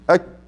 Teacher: الكاف يحصل الاول الكاف وبعدين ياتي النفس · Term: الهمس